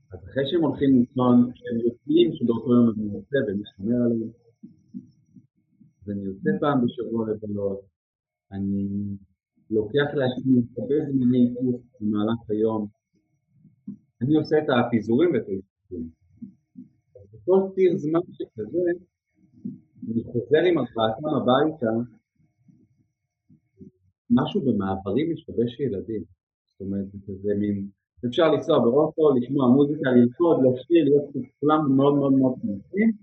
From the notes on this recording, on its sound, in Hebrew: לצערי במהלך הקלטת השיחה שלנו היו בעיות סאונד. שנבעו כנראה מחוסר הניסיון שלי בהקלטת וולוג ופודקאסט.